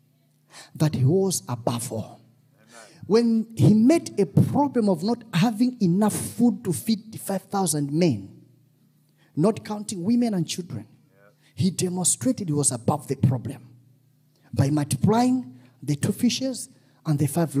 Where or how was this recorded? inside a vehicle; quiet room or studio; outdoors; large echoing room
large echoing room